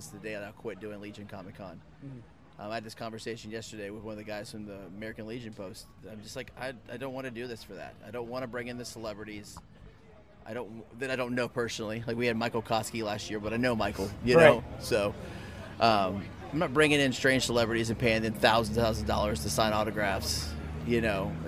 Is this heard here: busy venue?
yes